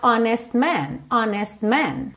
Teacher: eu fiz o meu S, já tô fechando a boca pro M, então acaba que o T não aparece quase nada.